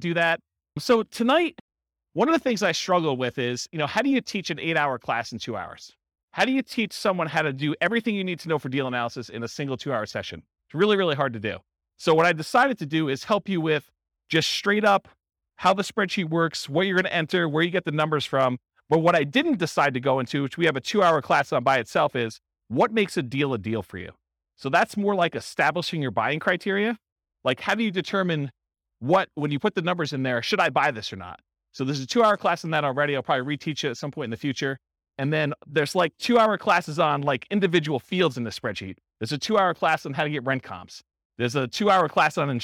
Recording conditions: live audience